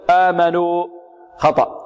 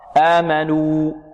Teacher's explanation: كذلك يحذر من إشراب الواو صوت الألف، آمنوا، خطأ، لا، ضم يضم شفتيه في الواو ويأتي بها واو خالصة · Shown in: second take